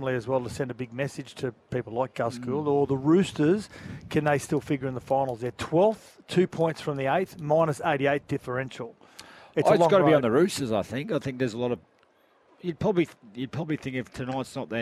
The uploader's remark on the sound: live from the Oval ahead of the fifth Ashes Test